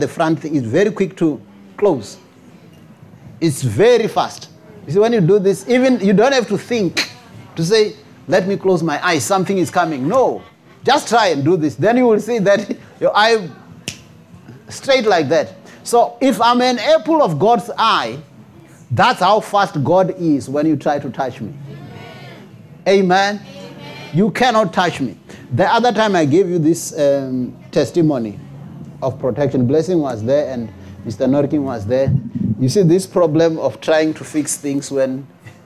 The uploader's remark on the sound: preached at Jesus the Saviour Church, 185 Bobs Way, Eersterivier, Cape Town on 03 September 2023